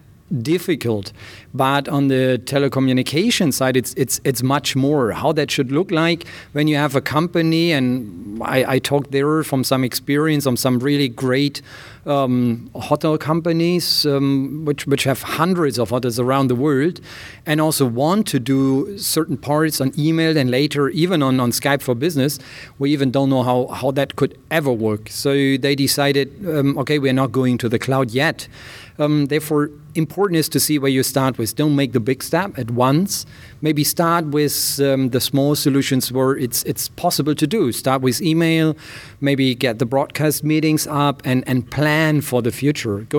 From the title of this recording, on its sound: Live from Modern Workplace Summit and Skype Days in Oslo